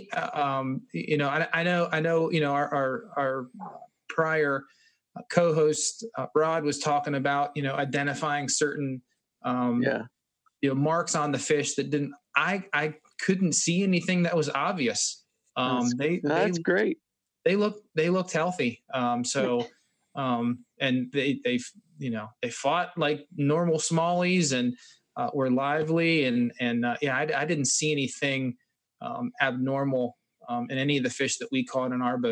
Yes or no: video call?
yes